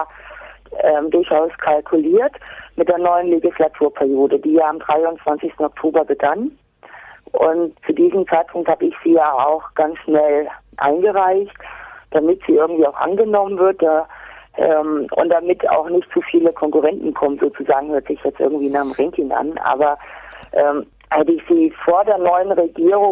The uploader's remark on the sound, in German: am Telefon dazu ein lockeres Gespräch geführt